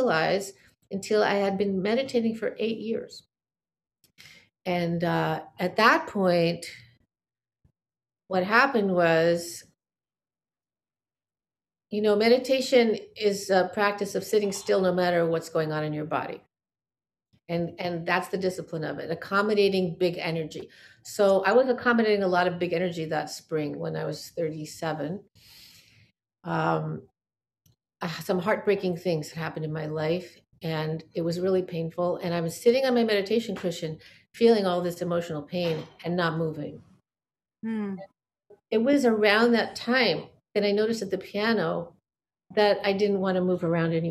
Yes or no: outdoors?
no